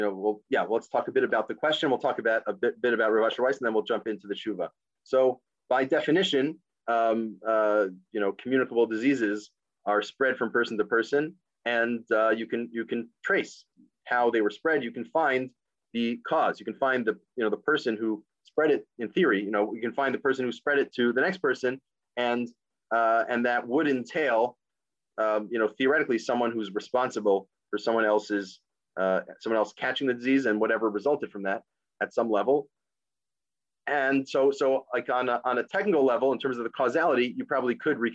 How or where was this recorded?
video call